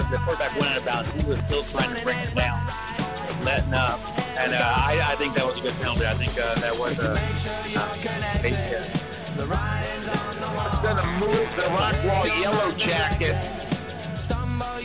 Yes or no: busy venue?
yes